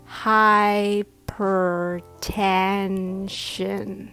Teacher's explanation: Hyper, like high, and p-er together, per, and tension with primary stress on ten and sh-n sound, shin, tension